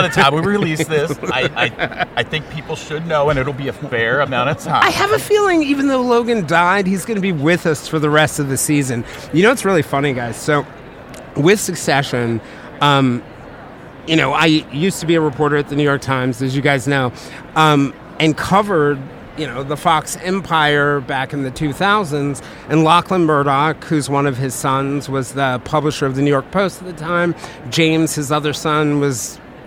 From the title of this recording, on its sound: Live from SIOP